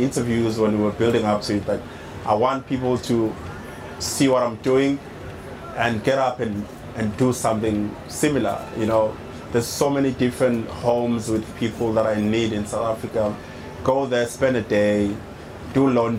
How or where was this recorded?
outdoors